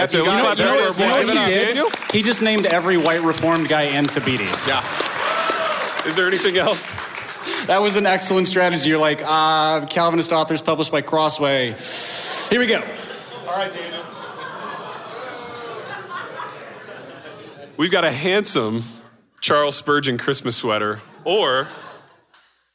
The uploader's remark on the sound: LIVE and in person at a hipster church in East Louisville